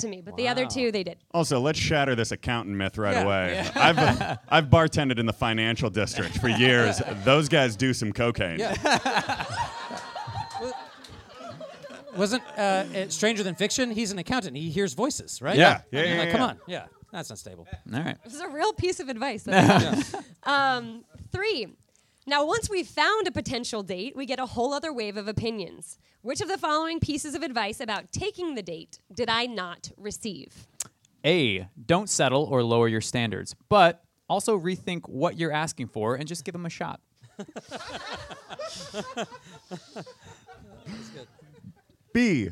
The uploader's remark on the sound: at The Back Pew's first ever LIVE show!